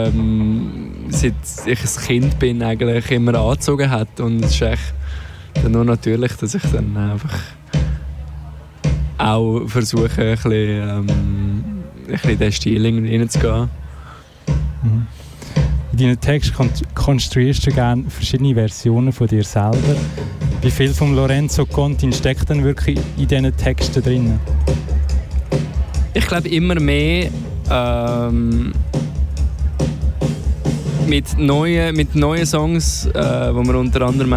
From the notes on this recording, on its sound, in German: Live vom kleinLaut Festival in Riniken. KleinLaut Festival Riniken. Live vom kleinLaut Festival in Riniken.